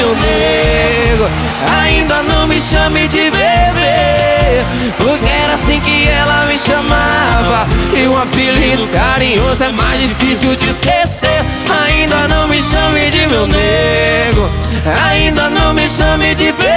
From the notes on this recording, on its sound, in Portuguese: Álbum gravado ao vivo